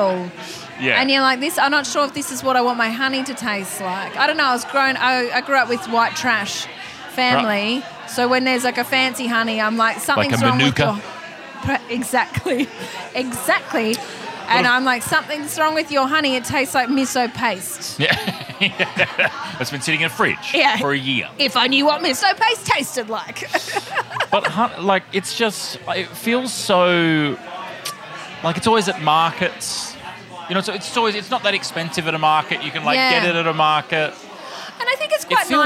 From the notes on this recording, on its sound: We’re taking you backstage at Comedy Republic. We're recording heaps of bite-sized episodes live in the green room with the who's who of comedy. Recorded at Comedy Republic.